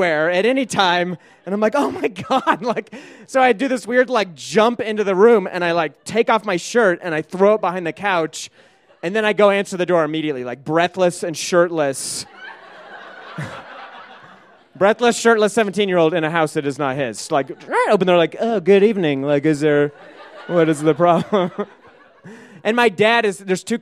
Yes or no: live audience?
yes